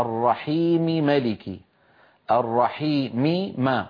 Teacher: فالتقى هنا ميمان في اللفظ لكن الميم الأولى متحركة فلا إدغام على رواية حفص ولا على قراءة نافع أيضا. كذلك إن كان